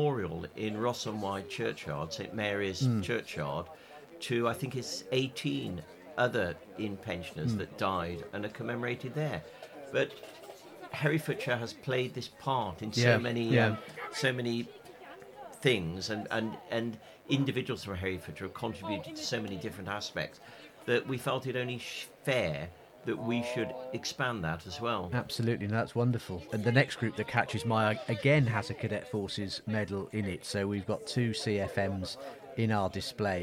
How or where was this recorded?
outdoors